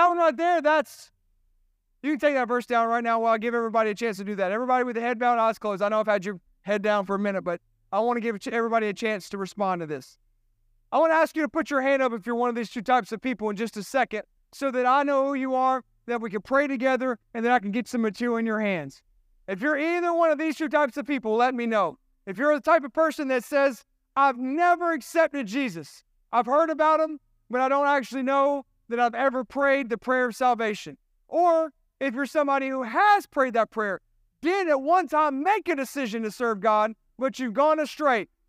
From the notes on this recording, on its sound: This sermon was recorded at Family Worship Center in Columbia, SC on Sunday, September 17, 2023.